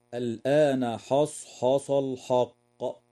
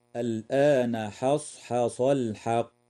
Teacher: والصواب ترقيق الحاء وتفخيم الصاد والقاف · Shown in: second take